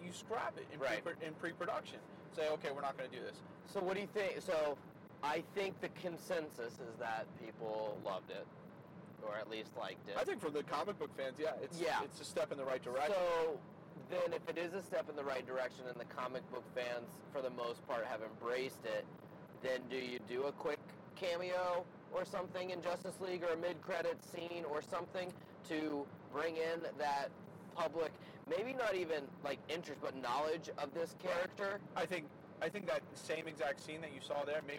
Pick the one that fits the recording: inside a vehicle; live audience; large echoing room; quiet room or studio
inside a vehicle